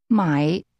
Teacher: To buy is pronounced with a falling, rising tone.